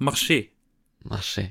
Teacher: Man schreibt es mit am Ende mit ER. Aber das R, das spricht man nicht, man macht marcher.